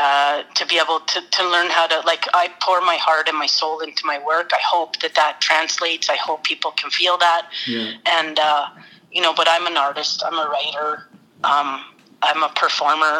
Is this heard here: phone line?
yes